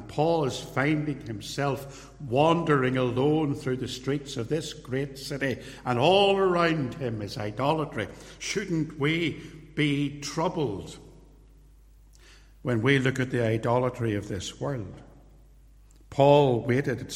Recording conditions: large echoing room